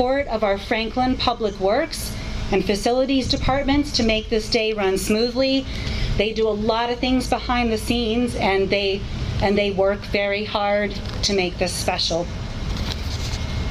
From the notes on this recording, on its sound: The Town of Franklin Memorial Day ceremony held on the Town Common at the end of the parade. The day was gloriously sunny, with a gentle breeze.